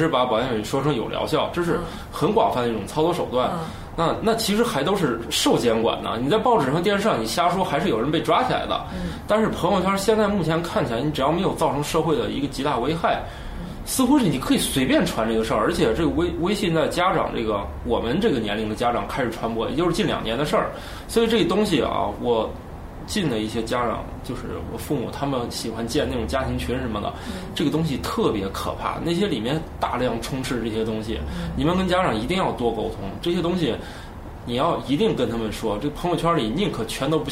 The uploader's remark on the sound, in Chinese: 本期节目为在张大妈办公区用录音笔录制，可能有街道上的杂音，请见谅。